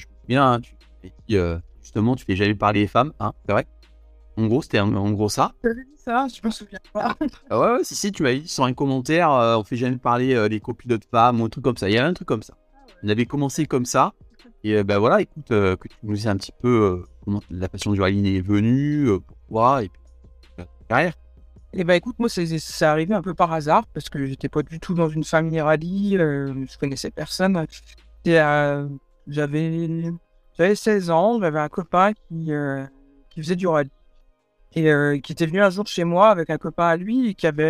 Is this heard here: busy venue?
no